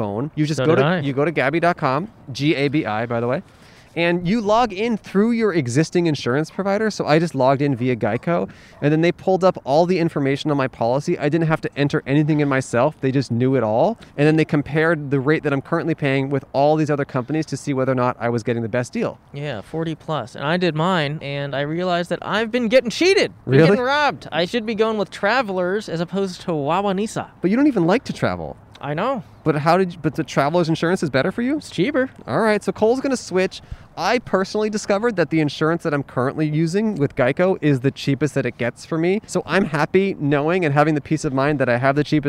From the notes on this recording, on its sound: We recorded an episode at a park for dogs! Recorded on 12/30/20 at the South Pawsadena Dog Park in South Pasadena, California.